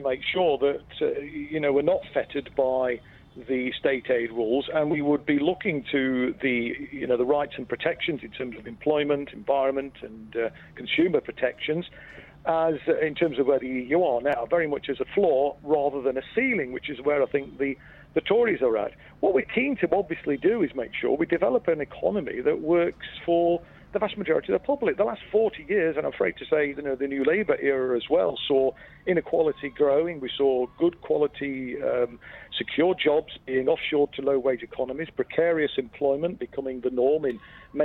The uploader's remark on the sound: We're live from College Green